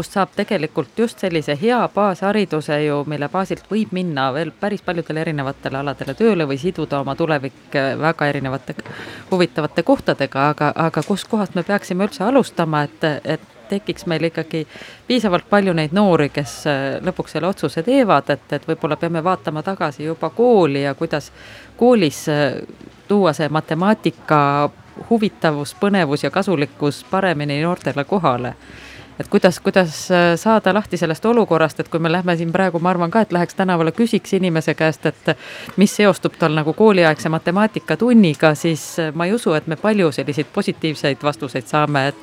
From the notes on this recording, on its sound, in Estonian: Sel reedel läheb Nädala tegija eetrisse Arvamusfestivalilt